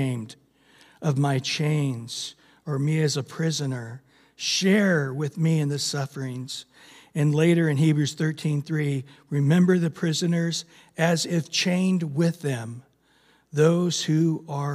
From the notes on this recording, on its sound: Recorded at Calvary Chapel of Los Alamitos